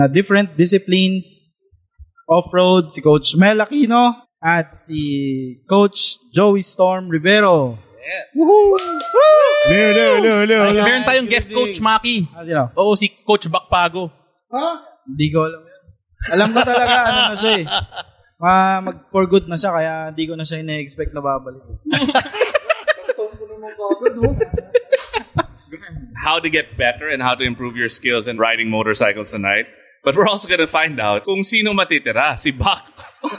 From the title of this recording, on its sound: live at Motora Azul Cafe Lounge 1955